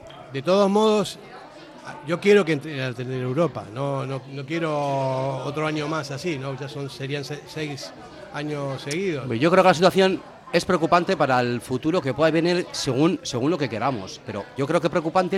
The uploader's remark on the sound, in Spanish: Debate abierto en la mesa redonda del Ein Prosit. La "tasca" más futbolera de Euskadi, esa que tiene en sus paredes cientos de bufandas, banderas e historias que van dejando los aficionados de todos los equipos que pasan por Bilbao.